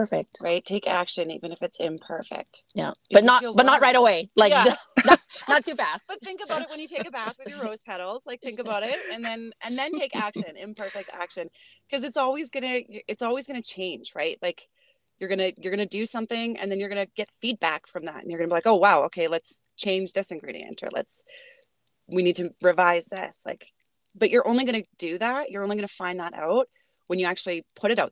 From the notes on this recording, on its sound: We broadcast from our car studios